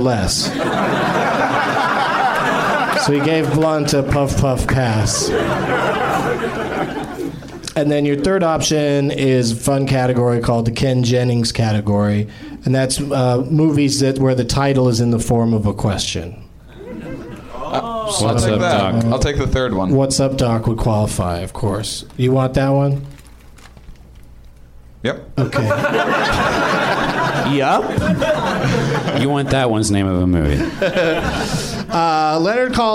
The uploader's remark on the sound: Live from the NerdMelt Showroom in LA